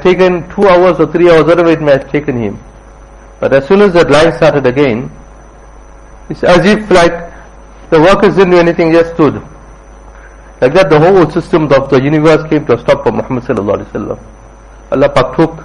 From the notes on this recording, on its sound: Jumuah lecture at Rockford Musalla